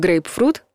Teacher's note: Если произнесем «грейпфрут», убедимся, что никакого звука «к» там нет, а «п» есть